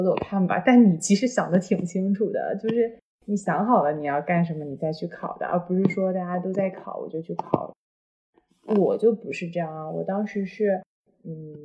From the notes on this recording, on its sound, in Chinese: 本期音质确实不佳